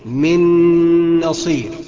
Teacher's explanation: انما الصحيح من نصير، اغن بمقدار حركتين اتنين · Term: غنة